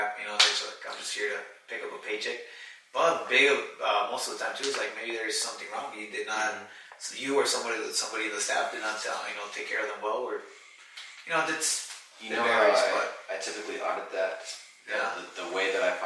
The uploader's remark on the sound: Apologies for the audio on this one! Our audio files were corrupted and we had to use the Camera audio.